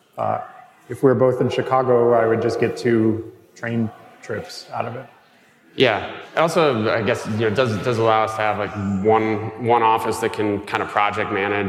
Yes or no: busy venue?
yes